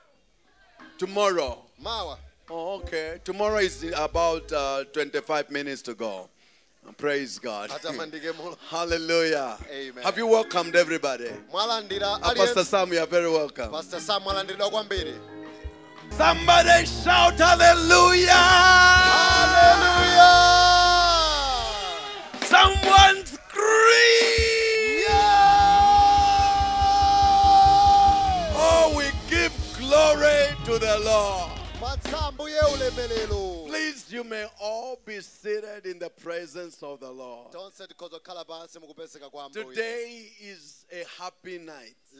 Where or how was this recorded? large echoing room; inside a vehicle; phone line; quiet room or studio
large echoing room